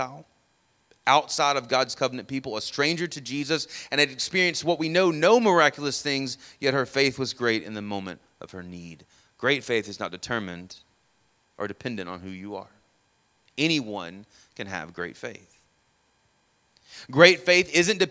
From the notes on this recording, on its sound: Sermon audio from our morning service